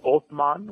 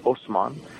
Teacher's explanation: originally in Arabic, it's Othman, which is with a TH sound. But Turkish people can't pronounce TH, so they say S instead. So his name was Osman.